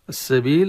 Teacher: اللام أدغم في السين، لام التعريف، فأصبح تسمى في هذا الحالة اللام الشمسية، لأن أدغمت في السين واسمها المسمى الخاص.